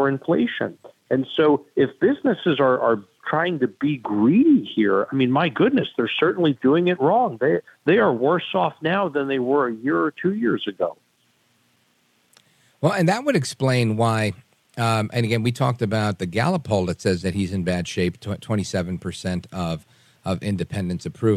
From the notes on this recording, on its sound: we take your calls in open phones across America